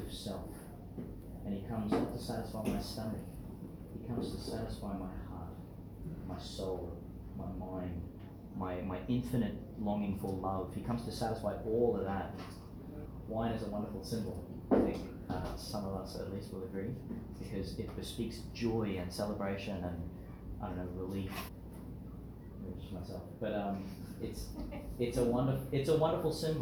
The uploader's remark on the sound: delivered in to some of the children at St John the Baptist Primary School, Gladstone, Qld.